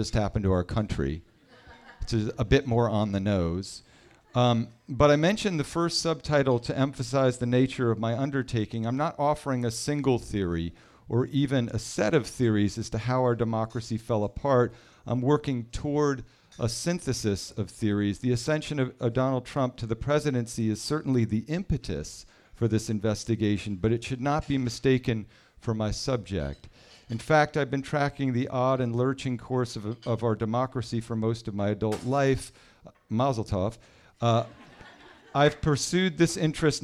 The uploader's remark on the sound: The audience at The Fireside Room at Hotel Sorrento. Hugo House hosted the event.